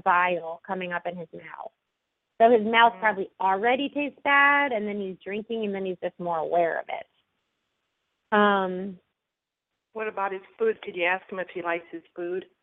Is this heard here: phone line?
yes